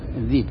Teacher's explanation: قراءة سبعية اللي هي الإبدال، إبدال الهمز، إبدال الهمز بياء